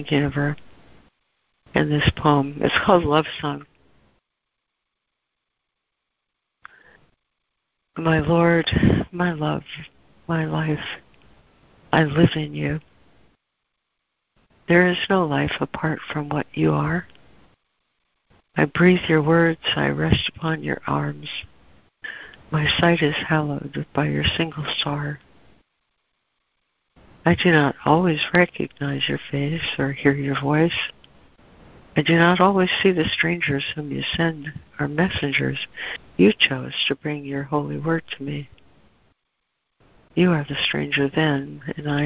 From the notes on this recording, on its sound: ACIM Daily Conference Call.